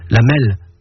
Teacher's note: Et puis, jusqu'au XVIIIe siècle, on roulait le R, ce qui le rend très proche d'un L